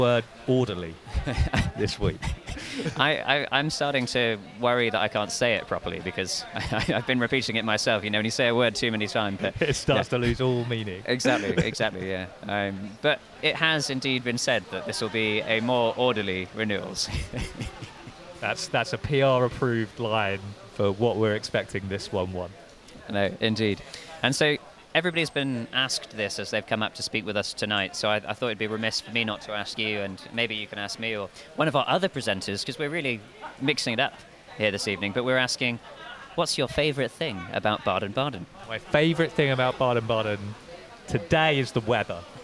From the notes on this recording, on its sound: Filmed on location outside of Leo's bar. This year's Baden-Baden Reinsurance Meeting.